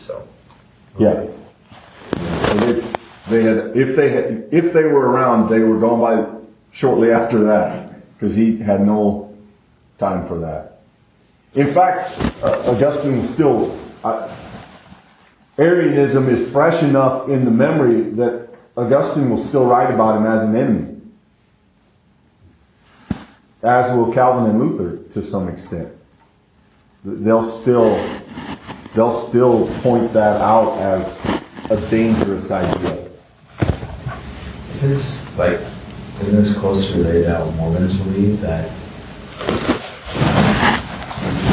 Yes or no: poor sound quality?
yes